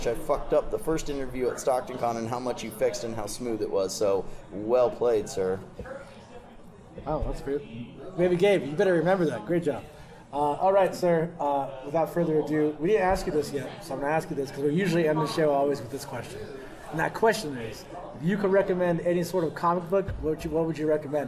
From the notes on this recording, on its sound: come to you "live" from the first annual UncleDad Halloween Bash